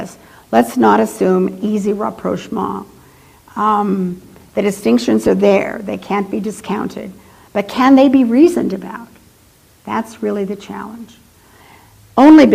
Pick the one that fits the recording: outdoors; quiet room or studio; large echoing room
large echoing room